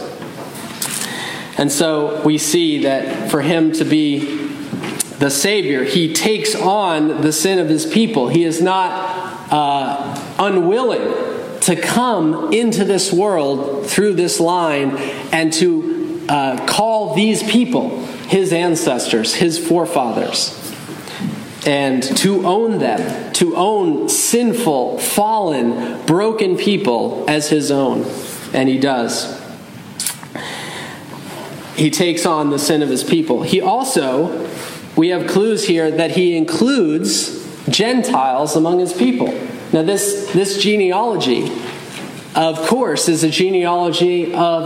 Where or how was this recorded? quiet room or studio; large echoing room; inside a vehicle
large echoing room